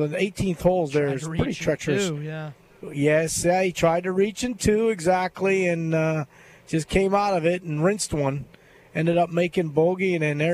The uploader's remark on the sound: LIVE From Terry Thompson Chevrolet.